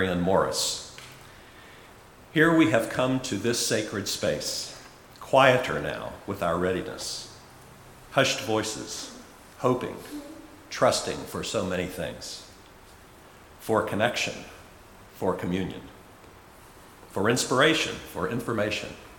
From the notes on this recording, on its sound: Recorded at Auckland Unitarian Church 27 August 2023.